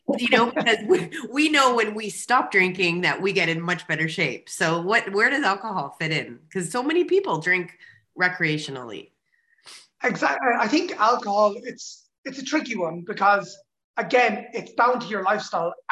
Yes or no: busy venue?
no